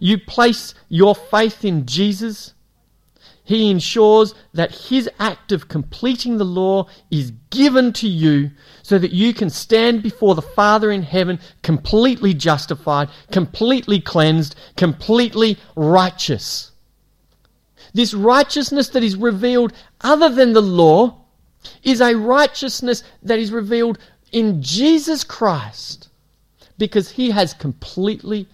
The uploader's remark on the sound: It was preached at Esperance Church of Christ